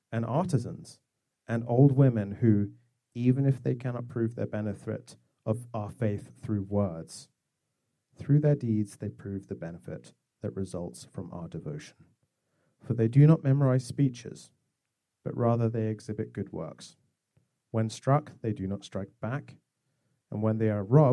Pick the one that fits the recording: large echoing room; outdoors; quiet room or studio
large echoing room